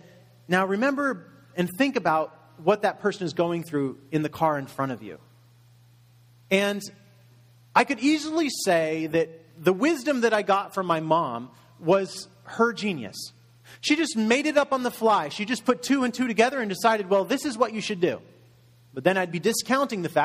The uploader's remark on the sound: Message delivered in Contemporary Worship Service